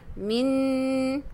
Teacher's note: lidah kita naik lekat, naik langit, dia akan bunyi tertutup. Itu dipanggil dengung yang sempurna.